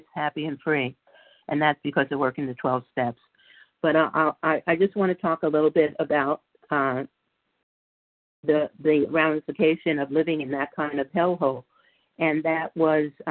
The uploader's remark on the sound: 100 Pounders Phone Meeting.